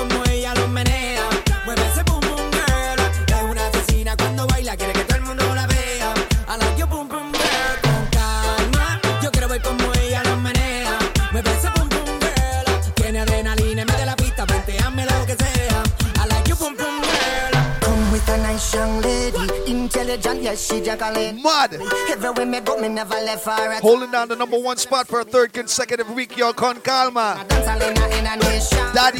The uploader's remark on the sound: LIVE FROM CLUB MARACAS IN QUEENS NY